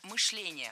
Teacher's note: Правильно, мышление. Ударяем второй слог.